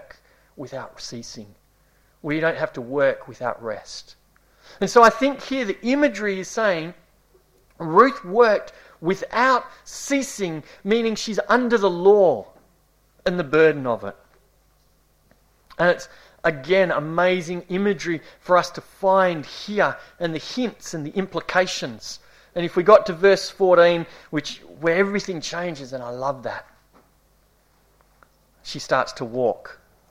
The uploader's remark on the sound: This series was delivered over a number of months in late 2018 at the Esperance Church of Christ.